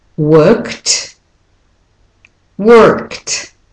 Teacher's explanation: you're going from the K and saying the ED, which means you're going from K to T